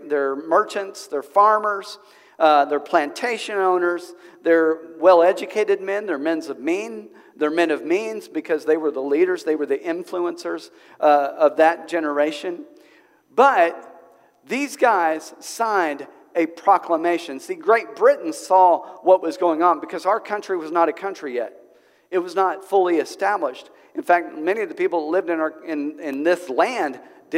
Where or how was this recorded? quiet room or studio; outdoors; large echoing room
large echoing room